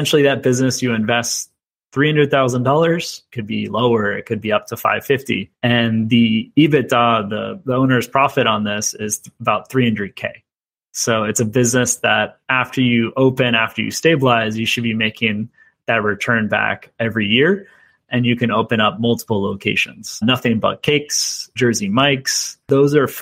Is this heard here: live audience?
no